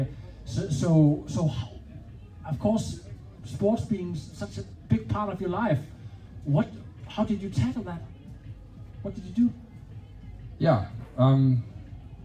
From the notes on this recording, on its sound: IM Cph 2023 Live on Stage. Live interviews fra Amager Strandpark.